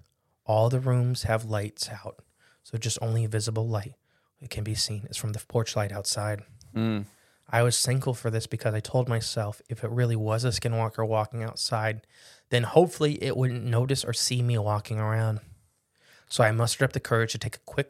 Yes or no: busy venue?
no